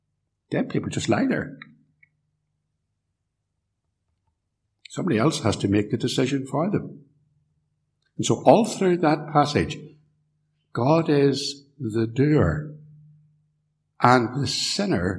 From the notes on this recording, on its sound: This sermon was preached at Ballymacashon Congregational Church, and Templepatrick Reformed Church, recorded at TRC